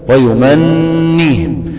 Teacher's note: النون هنا مشددة وحركتها الكسر تتفك باتنين نون، واحدة ساكنة والتانية مكسورة · Term: النون المشددة